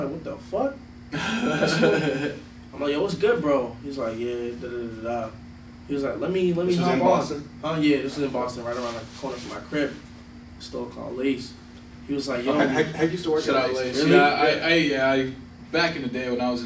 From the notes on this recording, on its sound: excuse the audio quality, we were working out some kinks with our interface